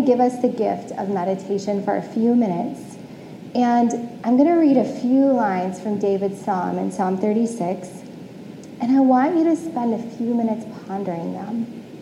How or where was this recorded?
large echoing room